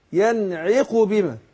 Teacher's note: خد بالك بس من كسر العين في كلمة ينعق